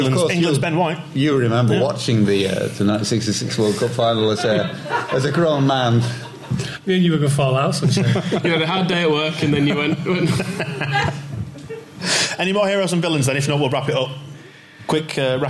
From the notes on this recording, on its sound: Live Campeoncast! Recorded live at the Brudenell Social Club.